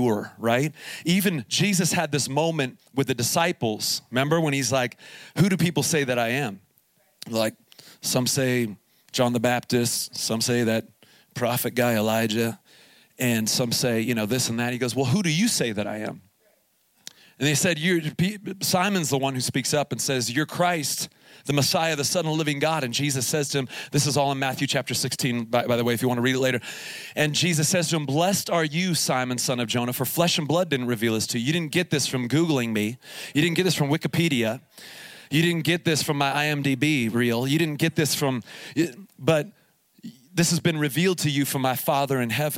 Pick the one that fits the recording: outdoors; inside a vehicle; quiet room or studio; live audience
live audience